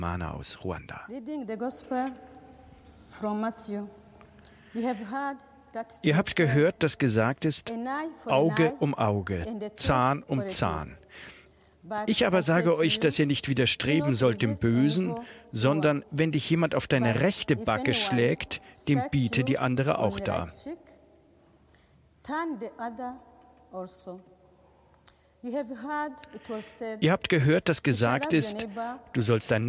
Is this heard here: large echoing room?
yes